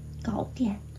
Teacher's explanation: 这个电我相信在这里不是第四声，是一个轻声